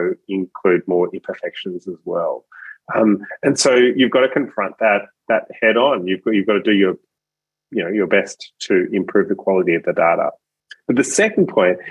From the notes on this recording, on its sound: a special online seminar recorded Tuesday, 27 June